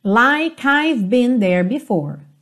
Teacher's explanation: o E não é pronunciado, o K já junta no I